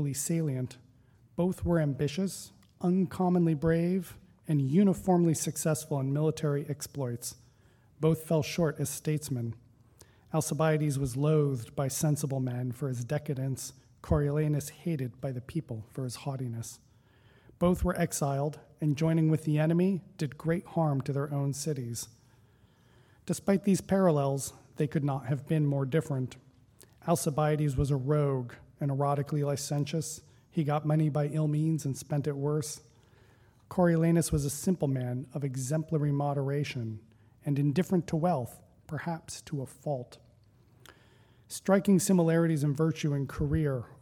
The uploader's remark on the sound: Recording of a lecture delivered on August 25, 2017. As part of the Formal Lecture Series.